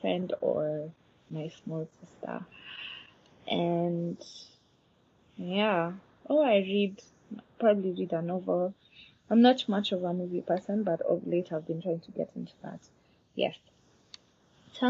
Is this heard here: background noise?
yes